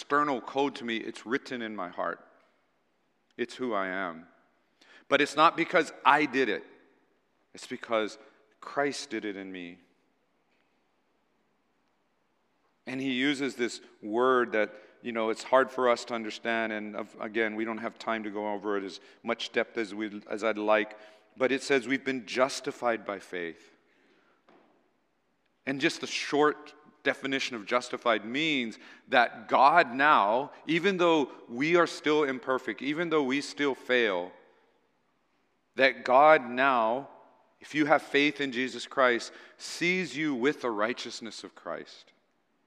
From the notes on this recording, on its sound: Recorded on April 9, 2023 at Waialae Baptist Church.